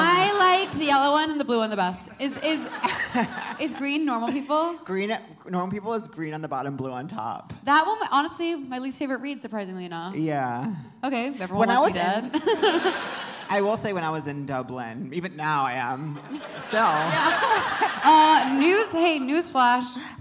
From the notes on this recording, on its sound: Seek Treatment Live: Dublin. Live in Dublin.